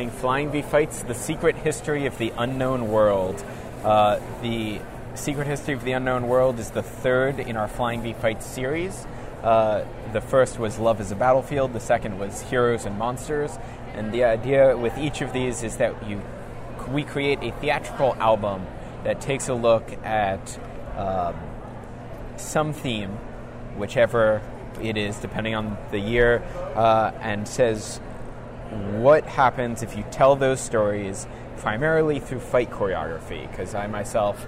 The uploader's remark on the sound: we are live at Awesome Con 2017